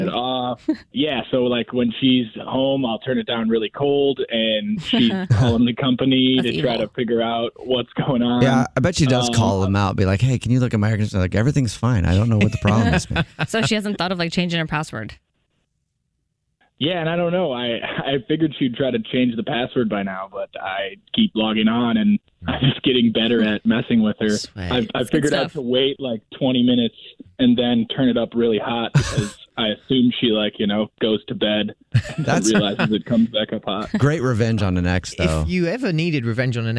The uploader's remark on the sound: A Phone Prank